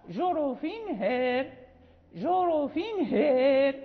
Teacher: هي الإمالة المحضة ليست كسرا محضا وليست فتحا وليست تقليلا